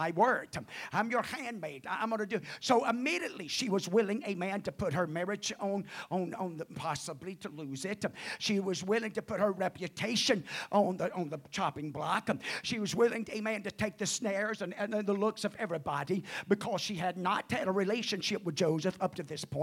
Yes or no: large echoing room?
yes